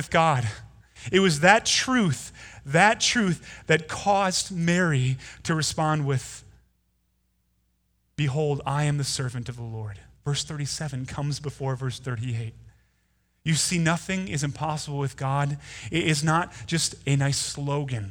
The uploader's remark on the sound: Delivered Sunday, November 17, 2019 at Woodridge Community Church (New Berlin, WI).